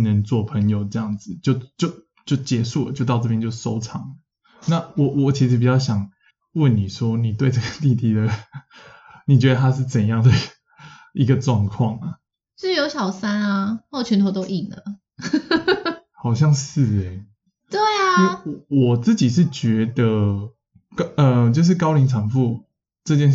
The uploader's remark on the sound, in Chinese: 本集錄音當下有點小問題，聲音品質受到影響，請見諒囉！